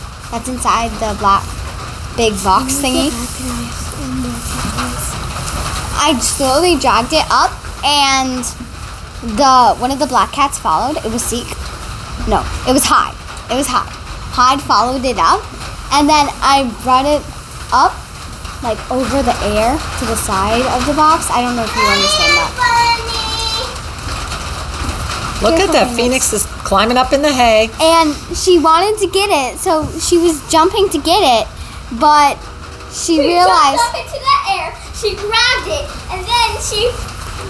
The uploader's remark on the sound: The sound quality is compromised since we were in the barn and it was raining on the metal roof. You will also hear donkeys braying for attention.